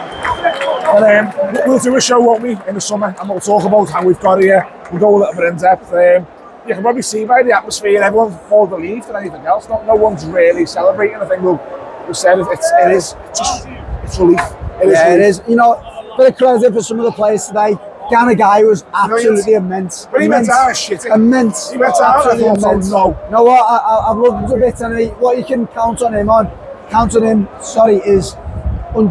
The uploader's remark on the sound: Live from Goodison Park